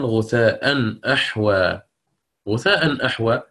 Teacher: التنوين يحول بين الهمزة الأولى والثانية، يتلفظ به نعم، لكن لا يرسم في المصحف كما هو معلوم.